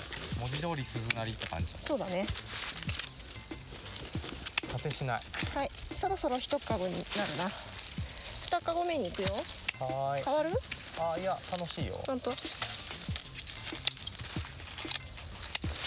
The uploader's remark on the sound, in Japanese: 今回は、畑の中に鈴なりの柿をどんどこもぎながらの収録。柿作業に夢中で、話題は断続的。